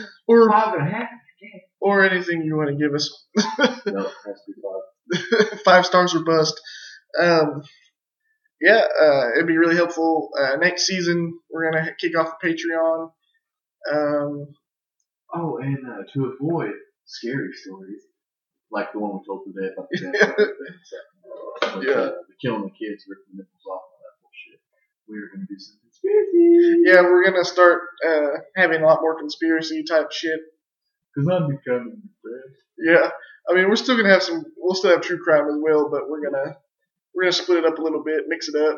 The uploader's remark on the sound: We had some technical issues that we explain at the beginning so bear with us on the sound quality.